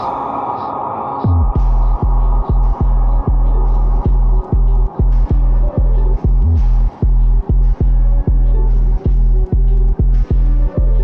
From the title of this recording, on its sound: Beyond FM Live from Pop's